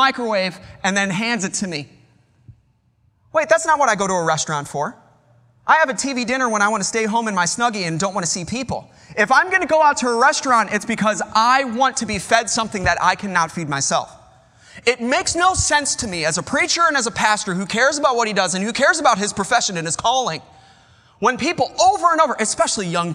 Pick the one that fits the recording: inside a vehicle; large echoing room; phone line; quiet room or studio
large echoing room